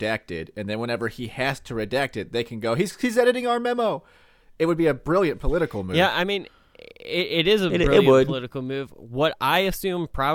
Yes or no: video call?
no